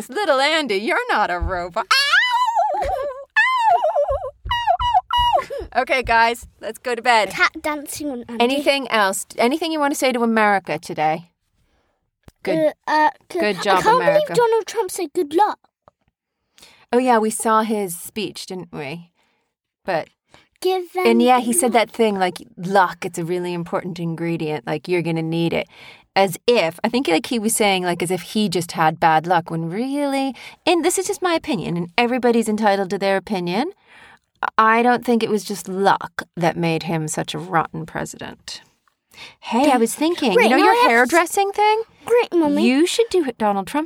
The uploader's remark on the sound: There are a lot of bangs and loud noises in this episode because of a guest in the room in the room, which isn't a large space. Apologies if it hurts your ears.